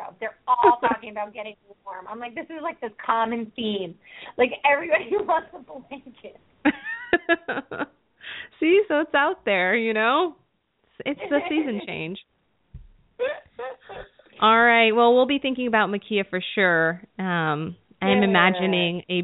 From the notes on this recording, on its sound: open up the lines for listeners to call